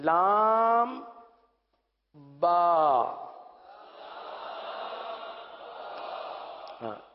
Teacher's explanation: اب با پڑھنے کے لیے کیا کریں گے آپ، لام کی میم جو ہے وہ ہونٹوں کے خشک حصے سے ادا ہوتی ہے، وہ حصہ جو باہر رہتا ہے، با دونوں ہونٹوں کے تر حصے سے ادا ہوتا ہے